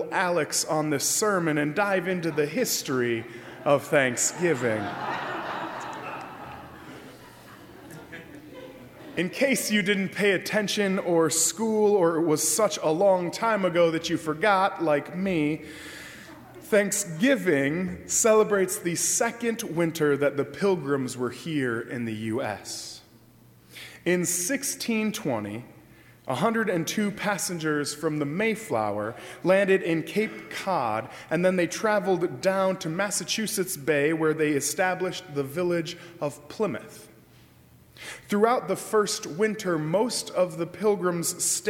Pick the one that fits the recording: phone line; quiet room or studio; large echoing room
large echoing room